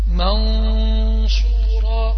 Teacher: طبعا علشان تنطق النون المخفية نطقا سليما علشان تنطق النون المخفية نطقا سليما عندنا بعض الملاحظات منها عدم إلصاق اللسان بأصول الثنايا